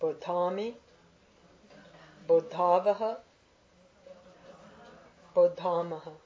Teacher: Bud plus a plus me, bodhami. The a becomes long before a ma or va.